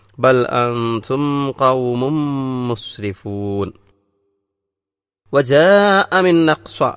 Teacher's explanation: വജാഅ അവിടെ മദ്ദുണ്ട്, അത് ദീർഘിപ്പിച്ച് പാരായണം ചെയ്യണം. മദ്ദു മുത്തസിലാണ്.